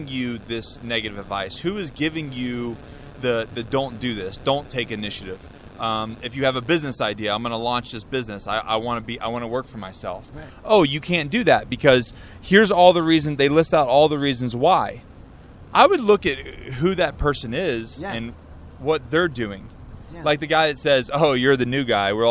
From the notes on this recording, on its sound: So there I was in the back of a Tahoe getting to record a podcast